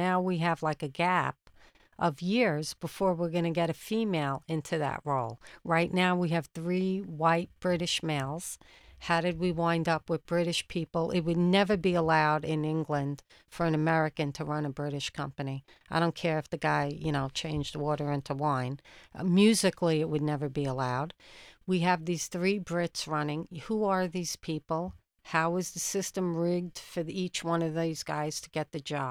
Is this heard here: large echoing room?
no